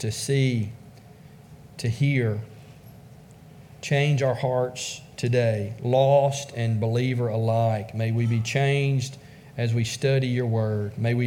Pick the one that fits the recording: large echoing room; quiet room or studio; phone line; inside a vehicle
large echoing room